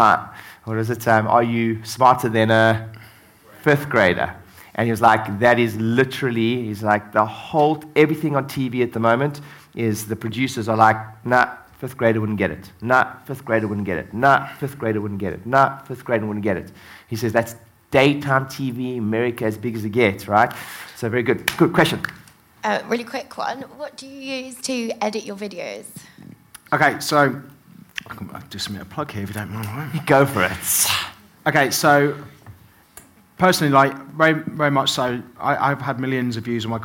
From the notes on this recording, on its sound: on stage at my latest mastermind